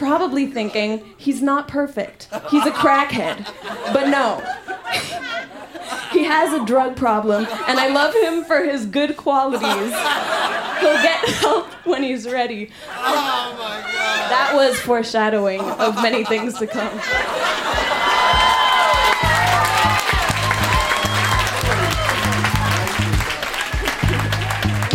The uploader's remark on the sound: Recorded live at La Vitrola in Montreal, QC.